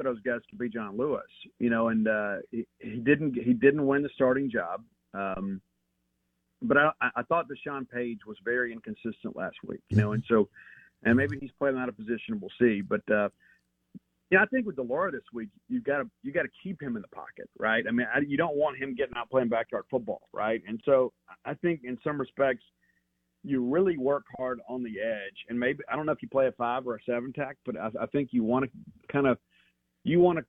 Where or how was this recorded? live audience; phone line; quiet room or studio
phone line